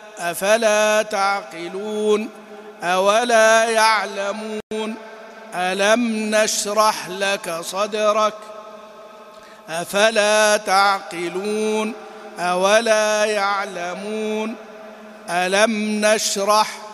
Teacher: فهذه يكون فيها الضغط على الفاء والواو واللام، أفلا أولا ألم. · Term: النبر